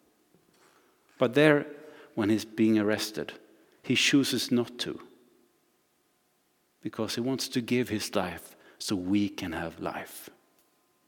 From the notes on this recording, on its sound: Recording from Immanuelskyrkan Skövde